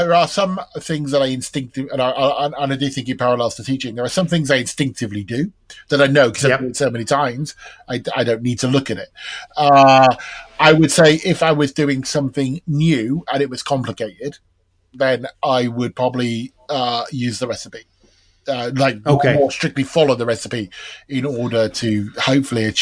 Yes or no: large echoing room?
no